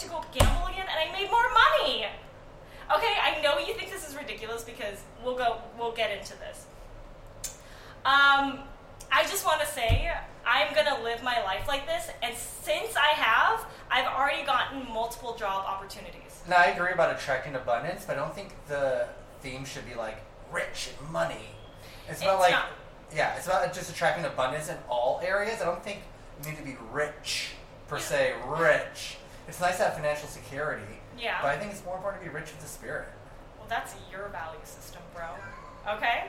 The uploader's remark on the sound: Yes we know the sound sucks. We messed up.